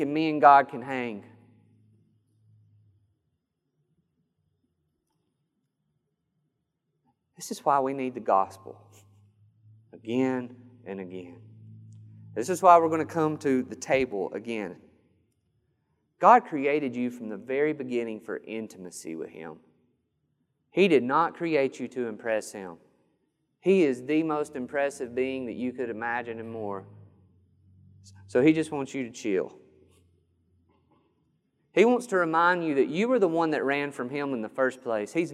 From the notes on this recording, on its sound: This sermon was recorded on June 13th, 2021 at Matthew's Table Church in Cleveland, TN.